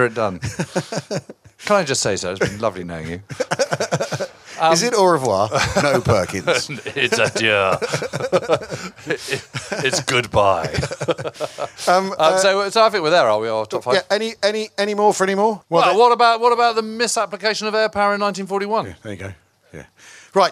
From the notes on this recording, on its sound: In a special live edition of the pod from Chalke Valley History Festival. While being heckled by a bugler.